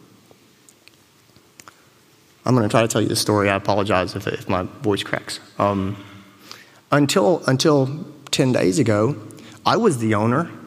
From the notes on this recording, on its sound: Joy and Happiness in Vet Med is an excerpt from a keynote lecture by Dr.